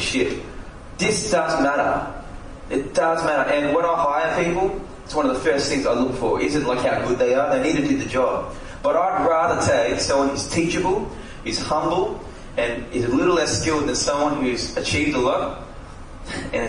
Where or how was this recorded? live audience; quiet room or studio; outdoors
live audience